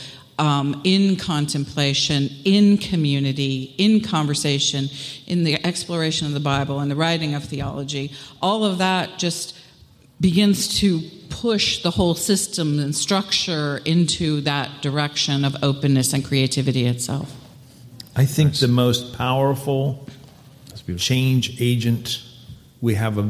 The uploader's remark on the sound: live at 2022 Theology Beer Camp